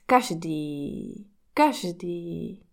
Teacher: The word každý has the stress at the beginning and the long accent in the end.